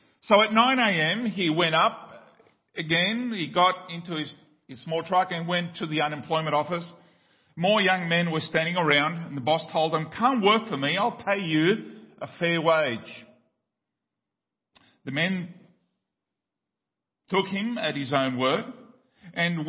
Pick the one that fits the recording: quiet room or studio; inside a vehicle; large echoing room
large echoing room